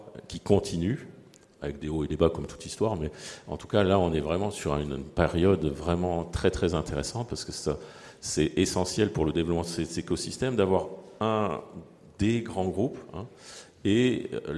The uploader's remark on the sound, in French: enregistré à Clermont Ferrand, à l’occasion de la Movin'On Expo au siège du Groupe Michelin